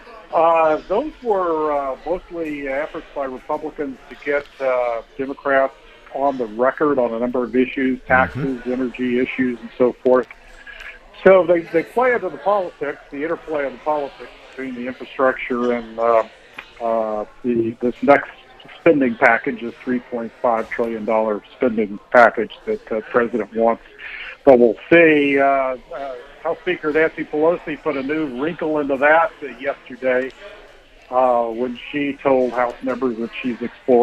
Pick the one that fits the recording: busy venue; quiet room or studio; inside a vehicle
busy venue